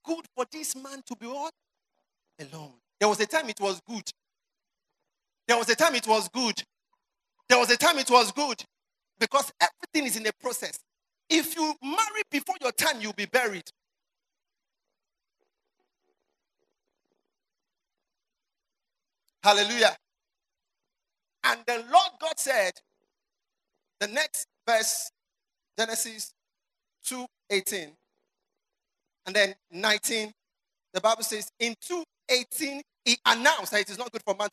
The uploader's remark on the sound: You are listening to sermons from our annual word & worship festival.